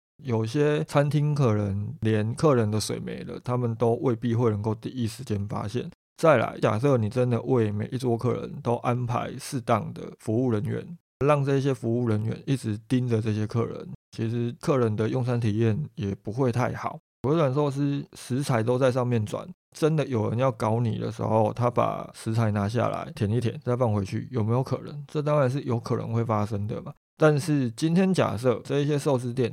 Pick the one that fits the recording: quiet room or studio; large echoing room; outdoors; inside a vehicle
quiet room or studio